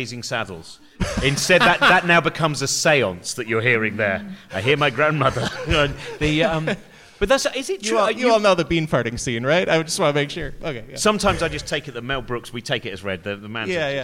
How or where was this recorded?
live audience